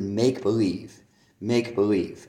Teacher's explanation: I say a stress on the make part of make-believe